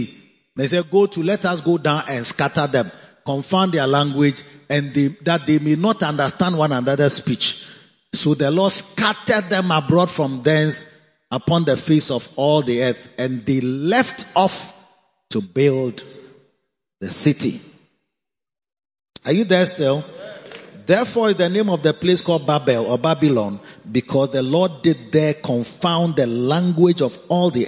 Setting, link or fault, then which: setting, large echoing room